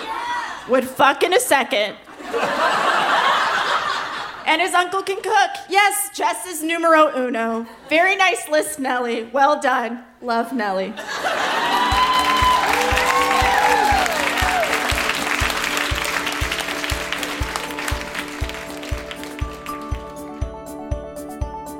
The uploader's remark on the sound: Recorded live at The Rondo in Windsor, ON.